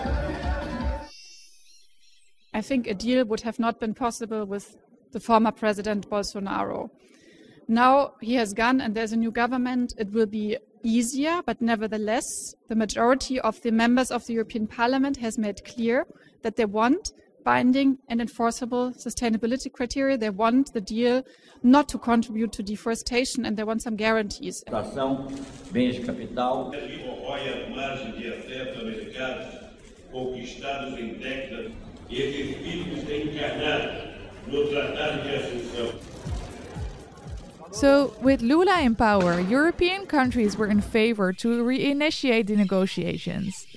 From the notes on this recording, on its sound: Sounds extracted from her intervention at an event organised by the organisation Espírito Mundo on October 25th in Brussels.